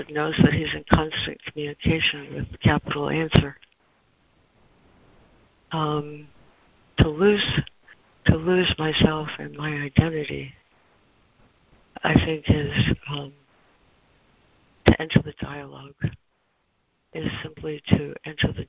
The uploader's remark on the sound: ACIM Daily Conference Call